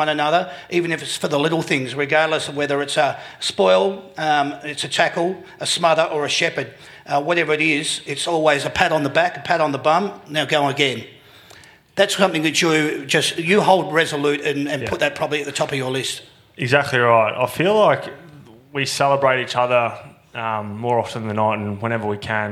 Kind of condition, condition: setting, live audience